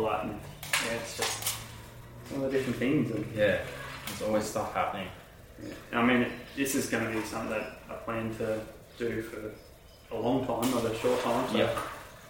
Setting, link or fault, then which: fault, poor sound quality